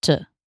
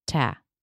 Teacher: they were putting a schwa in the first syllable, T, and I was putting the A vowel, Ta. We were both doing the same stress.